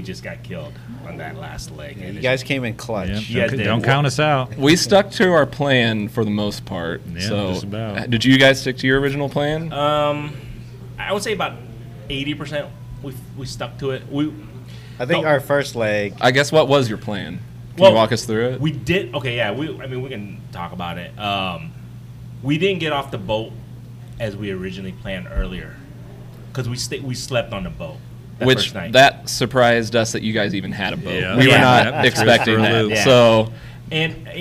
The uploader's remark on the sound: Joins BFF at Firetrucker Brewery!